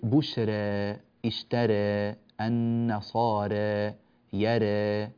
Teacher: يقلل ورش ذوات الراء من الأسماء والأفعال نحو بشرى واشترى والنصارى ويرى · Term: التقليل